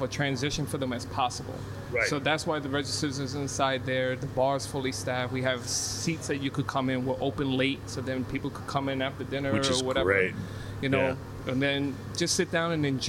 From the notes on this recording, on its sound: On Location At Cigars International!